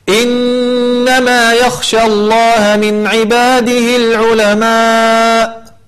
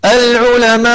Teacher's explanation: لك أن تقف ب4 حركات ب5 حركات، ولك أن تقف ب6 حركات، فتقول إنما يخشى الله من عباده العلماء، هذا 4، العلماء 5، العلماء 6. · Term: المد المتصل